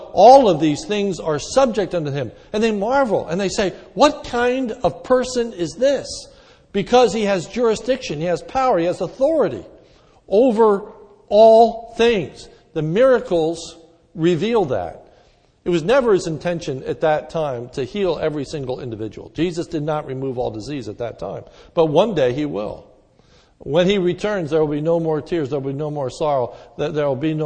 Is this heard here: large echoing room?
yes